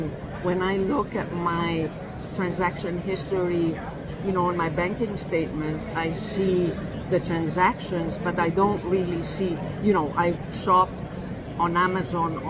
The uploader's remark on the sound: at the First physical Fintech event in Amerstdam Money2020